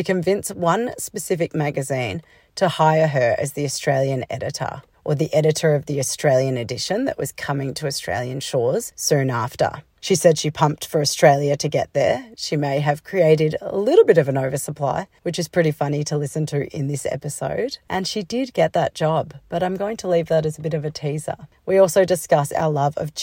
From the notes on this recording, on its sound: Live from the car. This low production episode is the best we can do for this Tuesday's release. This podcast was recorded on the lands of the Boon Wurong people of the Kulin Nation.